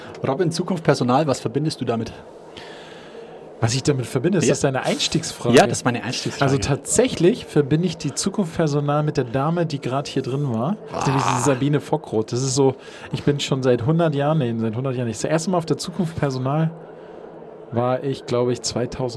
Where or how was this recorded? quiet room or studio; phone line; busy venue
busy venue